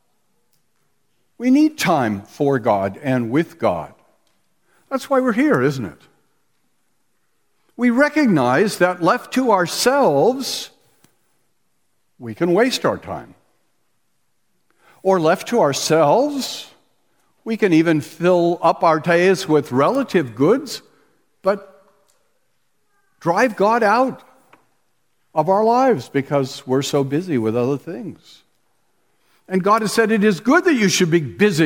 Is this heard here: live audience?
yes